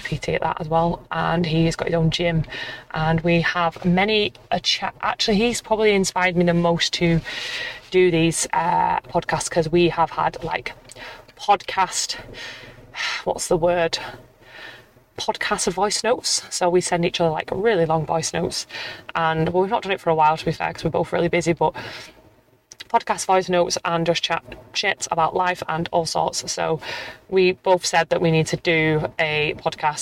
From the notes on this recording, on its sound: Throughout the episode, I'll be sharing my thoughts and experiences while driving through traffic